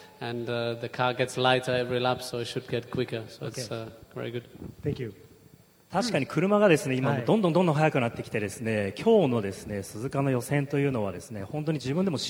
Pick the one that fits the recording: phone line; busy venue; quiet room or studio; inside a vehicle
busy venue